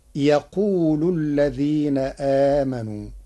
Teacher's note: قرأ ورش كلمة ويقول بحذف الواو التي قبل يقول مع رفع اللام